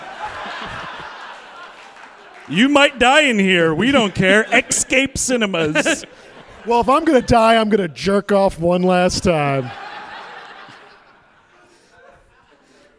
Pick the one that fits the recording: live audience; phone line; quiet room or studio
live audience